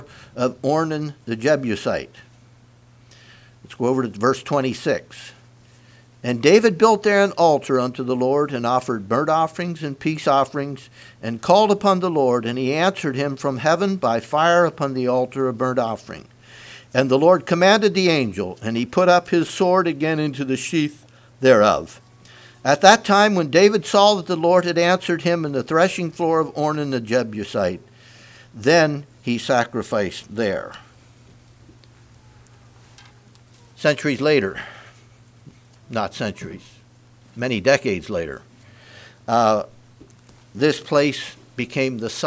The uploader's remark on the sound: Message preached at Word Of Hope on Sunday Evening